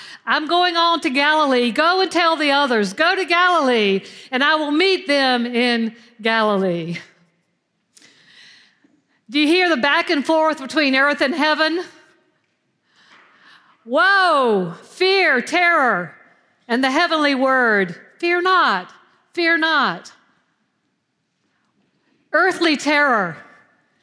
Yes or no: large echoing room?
yes